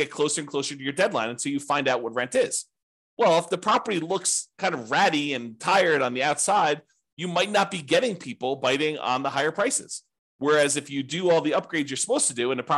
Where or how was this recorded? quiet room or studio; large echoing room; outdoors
quiet room or studio